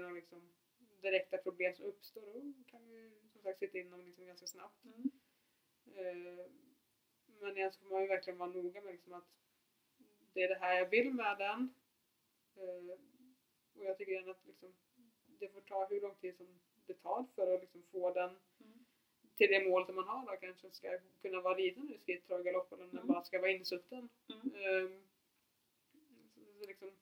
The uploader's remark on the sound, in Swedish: Ljudet är tyvärr lite lågt i detta avsnitt.